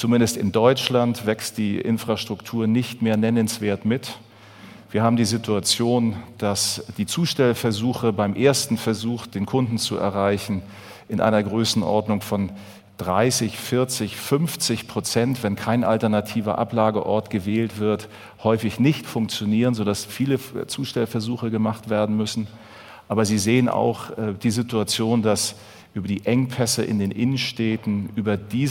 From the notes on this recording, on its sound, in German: in seinem Vortrag auf dem auto motor und sport Kongress 2019